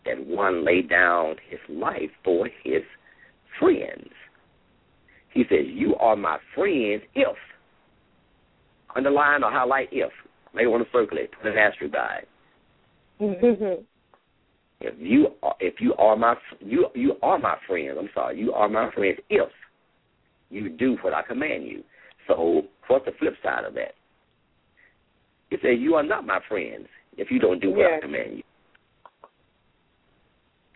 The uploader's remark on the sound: LML uses a progressive live call in format.